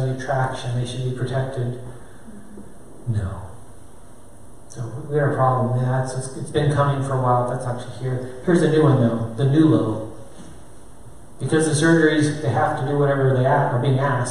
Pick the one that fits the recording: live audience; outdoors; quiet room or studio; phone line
live audience